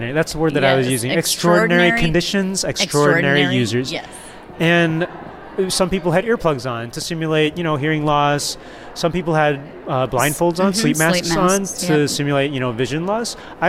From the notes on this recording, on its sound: SXSW EDU Live. Recorded in the middle of South-by-Southwest (SXSW) EDU 2018.